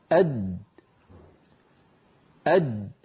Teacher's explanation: الصوت قد انقفل تماما عند وسط اللسان وانتهت الأسهم التي عبرنا عنها بجريان الصوت من الوترين الصوتيين إلى مخرج الجيم وقد انقفل المخرج تماما. · Term: جيم غير مقلقلة